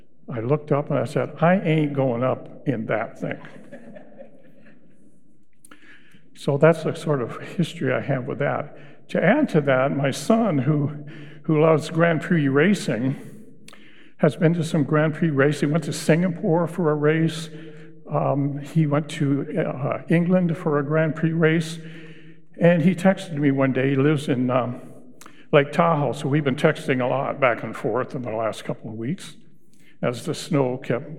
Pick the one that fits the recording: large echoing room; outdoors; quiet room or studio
large echoing room